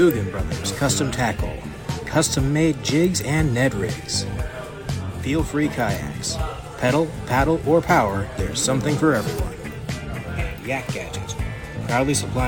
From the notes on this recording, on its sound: LIVE from the The Tractor Bar. Live and Unfiltered... LIVE from the The Tractor Bar.